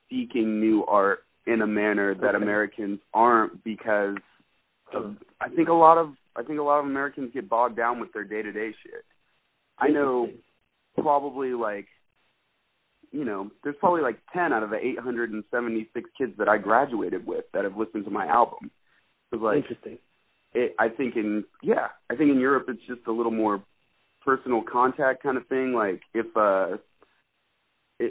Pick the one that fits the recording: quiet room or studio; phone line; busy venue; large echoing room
phone line